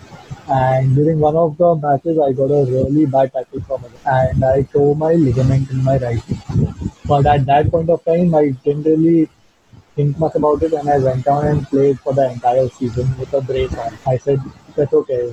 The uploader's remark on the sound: the audio quality of this episode, is not up to the mark